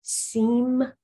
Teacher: that's pronounced simcha with a guttural ch at the end